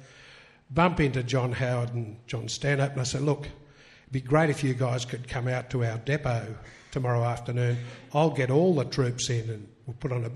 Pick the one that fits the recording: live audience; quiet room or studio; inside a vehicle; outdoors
live audience